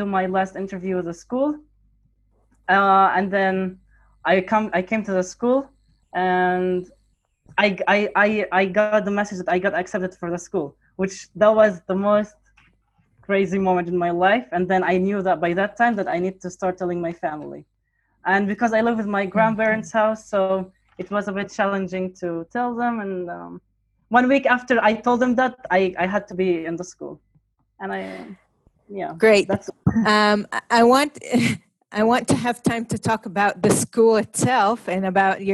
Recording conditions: video call